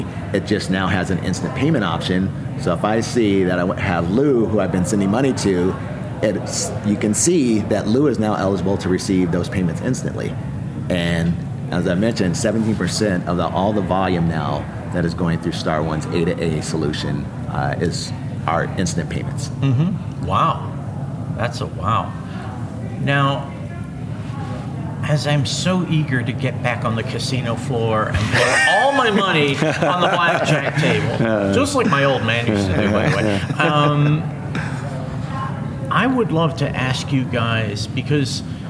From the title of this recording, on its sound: LIVE FROM MONEY 20/20